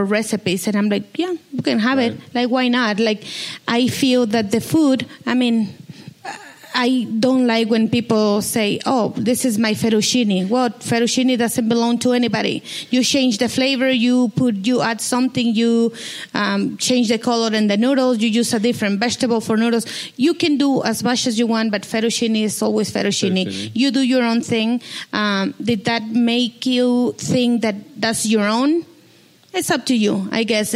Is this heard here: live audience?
yes